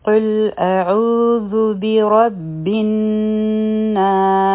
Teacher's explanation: لیکن دلته چونکه آیت ختمیږي، نو دلته به مونږ وقف کوو، نو دا الناس چې دی نو دا به مدی عارض د سکون جوړ شي، دا به څلور حرکه راکاږو